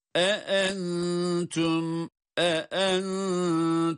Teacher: İki hemze arka arkaya. Dolayısıyla her ikisinin de sesini ayrı ayrı çıkarmamız lazım